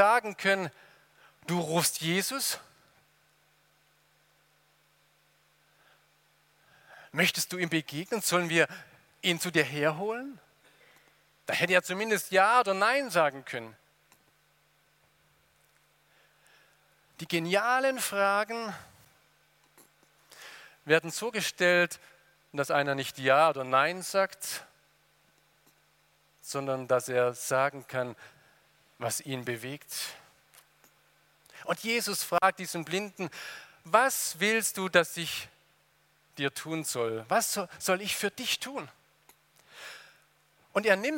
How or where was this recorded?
large echoing room